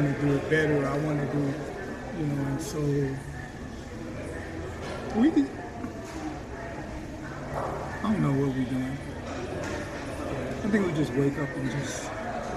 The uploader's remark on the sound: don’t let the sound of the restaurant distract you